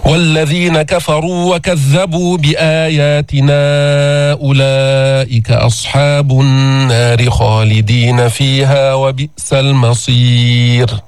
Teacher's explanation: رققنا الراء لأنه سكنت وقفا وقبلها ياء ساكنة، هذه حفظناها، لما تسكن الراء وقفا وقبلها ياء ساكنة خلص ترقيق.